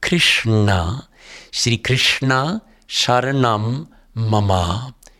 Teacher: Für das Wort Krishna rollt sich die Zungenspitze für das R, das S und das N in der Mitte ganz nach oben. Die Zungenspitze geht an den obersten Teil deines Gaumens.